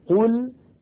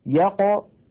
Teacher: القاف المضمومة أفخم بقليل من القاف الساكنة